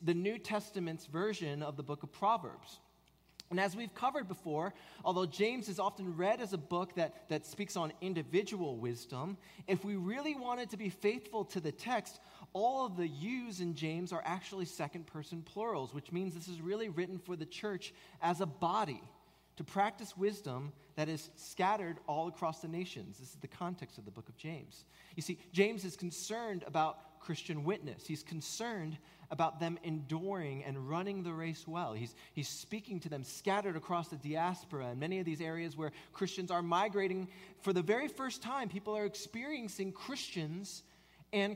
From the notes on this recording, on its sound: At Redeemer Presbyterian Church in Charleston, SC